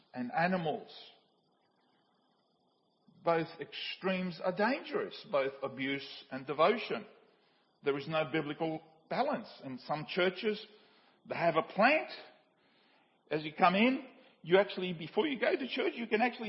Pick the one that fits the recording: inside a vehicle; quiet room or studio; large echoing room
large echoing room